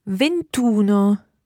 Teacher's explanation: we drop the E sound at the end of 20 and add in uno